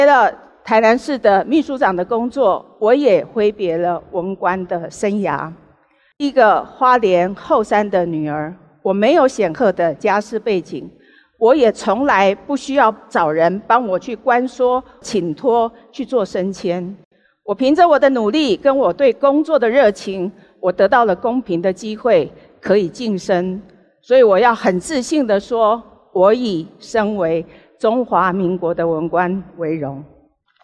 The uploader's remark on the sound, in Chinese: 本集節目取自【2023突破者知識跨年饗宴】現場錄音。